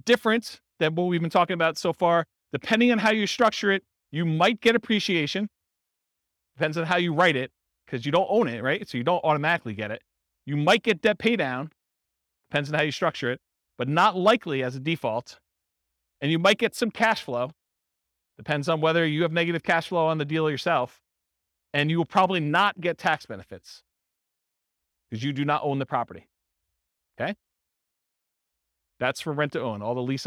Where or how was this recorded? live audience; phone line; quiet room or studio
live audience